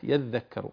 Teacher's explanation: قال وما يذكر فيه إدغام التاء في الأصل، يعني أصلها يتذكر ثم أدغمت التاء في الذال